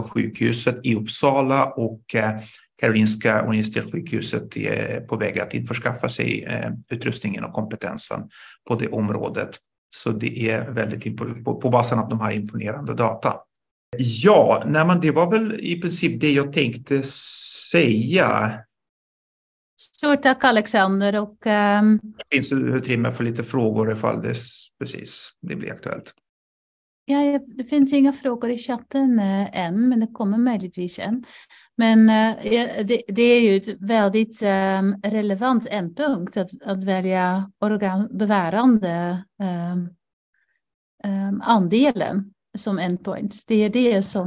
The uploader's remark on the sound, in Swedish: Ljudinspelningen från SOF:s webbinarium